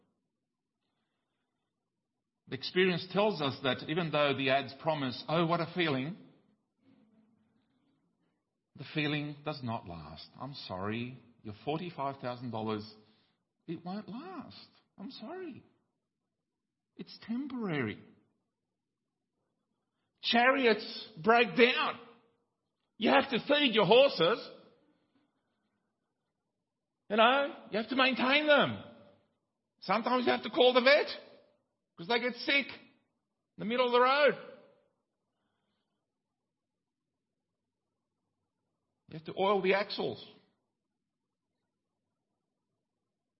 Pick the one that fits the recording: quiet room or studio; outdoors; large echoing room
large echoing room